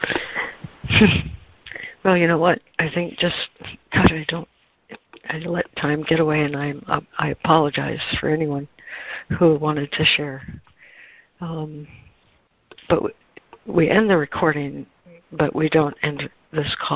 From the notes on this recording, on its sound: ACIM Daily Conference Call